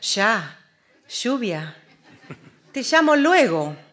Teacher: O ponía la SH or the ZH instead of the Y or double L para transmitir la realidad fonética de los northern suburbs of Buenos Aires